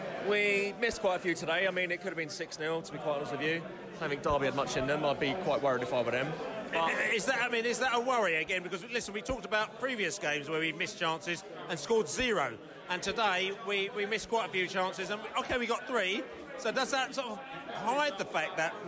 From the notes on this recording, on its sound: Post-match podcast from the pub.